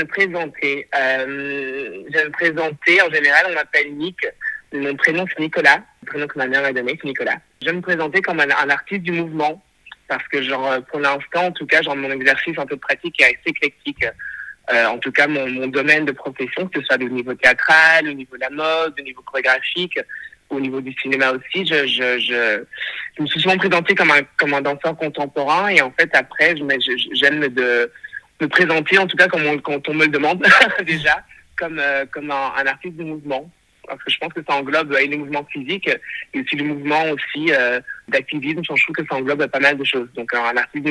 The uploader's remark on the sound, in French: Cet épisode a été enregistré par téléphone.